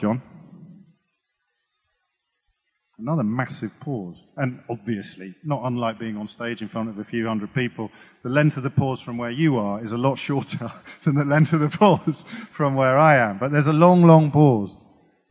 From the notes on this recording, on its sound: Recorded on 10th Feb 2020 at EartH Hackney.